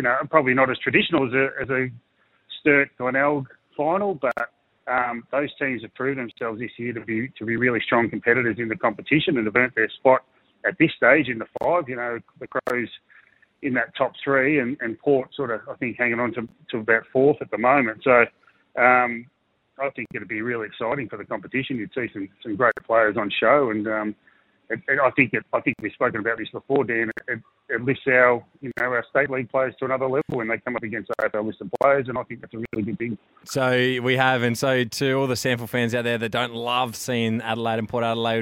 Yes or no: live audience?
no